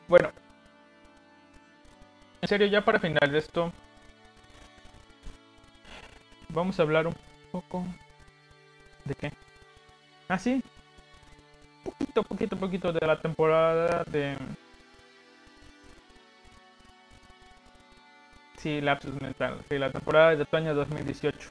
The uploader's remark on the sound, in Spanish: ruido de fondo